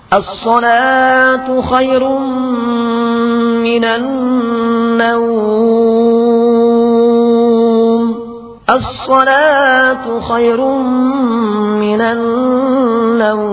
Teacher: an naum itu adalah mad lin arid disukun, sehingga mad arid sukun lebih kuat sehingga dibaca tidak boleh kurang dari 2 harakat, akan tetapi paling sedikit 2 harakat sampai 6 harakat.